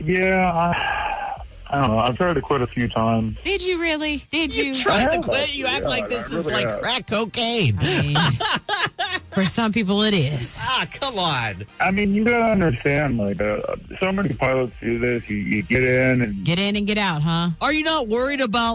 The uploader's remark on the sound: called